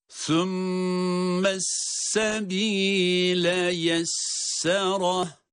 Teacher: Sümme derken zaten sa harfi peltek.